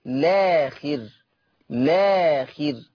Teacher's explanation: طب ولو بدأت باللام مباشرة، يعني حذفت همزة الوصل وبدأت باللام، ماليش الا القصر فقط، لاخر لاخر، هكذا.